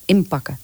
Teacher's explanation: Omdat de P volgt na de N. En als de P na een N volgt, dan maken we er altijd al een bilabiaal van. Een, een klank met twee lippen. · Term: co-articulatie